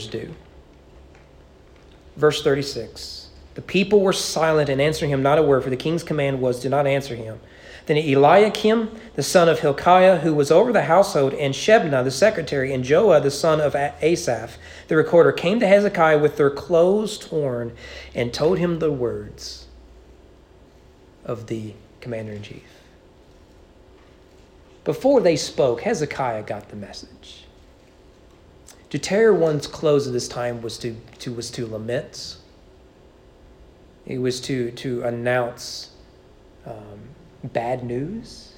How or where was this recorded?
large echoing room